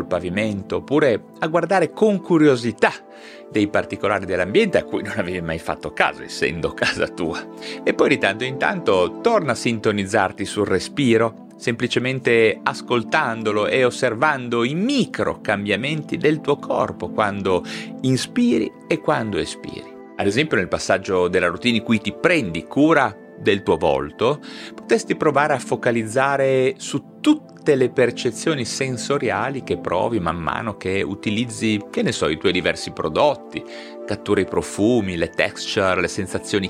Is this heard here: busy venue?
no